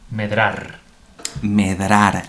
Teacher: A mí es que la, R me, explota en la boca después de la oclusiva, después de la D, eh, la D oclusiva.